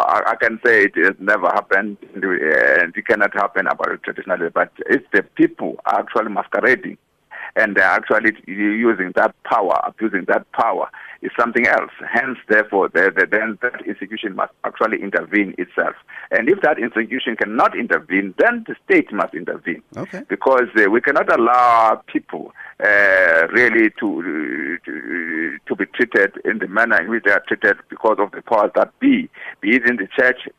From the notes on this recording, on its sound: Guest in studio. Guest on the phone.